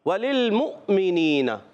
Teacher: حمزہ ساکنہ جب آتا ہے تو وہ ہلتا ہے جی ہاں وہ ہلتا ہے جھٹکے سے ادا ہوتا ہے